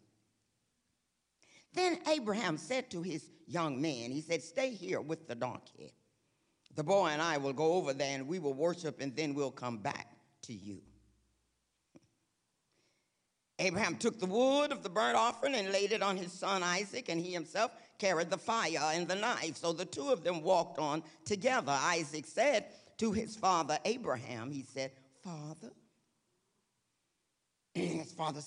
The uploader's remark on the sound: This week's service, recorded live on June 18, 2023.